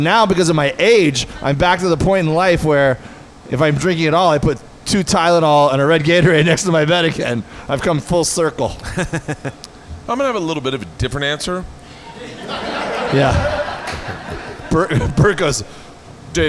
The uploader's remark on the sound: live at The Gundo Comedy Festival!